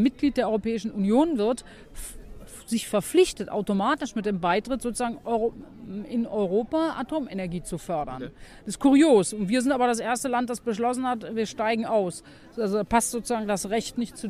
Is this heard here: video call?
no